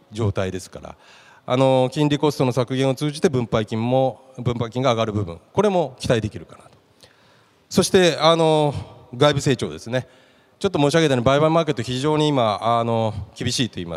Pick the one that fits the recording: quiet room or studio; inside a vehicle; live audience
live audience